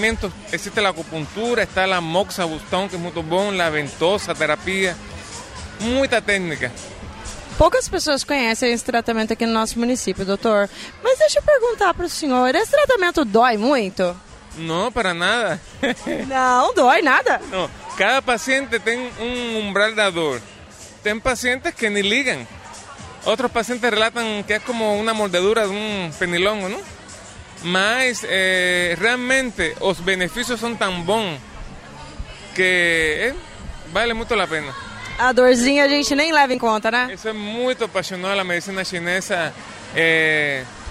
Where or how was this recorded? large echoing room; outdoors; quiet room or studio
outdoors